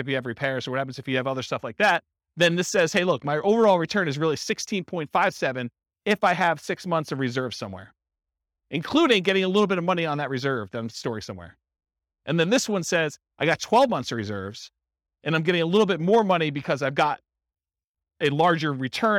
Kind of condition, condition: setting, live audience